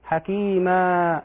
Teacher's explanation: يقرأ مثلا: إن الله كان عليما حكيما، ما هذا خطأ، حكيما، الألف تمد بمقدار حركتين، هذه الألف المبدلة من التنوين